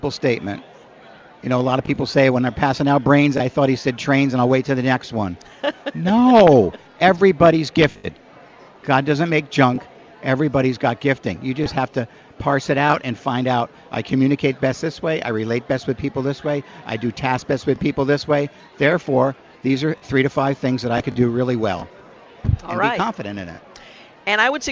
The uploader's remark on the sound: Join us as we broadcast live from Mission Connexion 2018, at Rolling Hills Community Church in Tualitan.